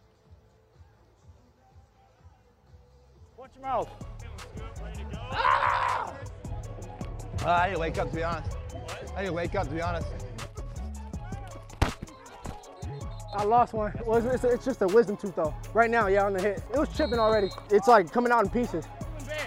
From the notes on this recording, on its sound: LIVE on the field in Canton, Ohio.